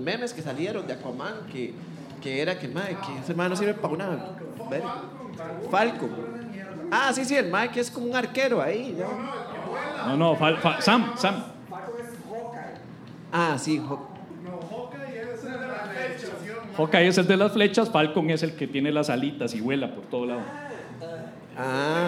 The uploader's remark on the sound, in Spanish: En vivo desde el Salon Tractat en El Lobo Estepario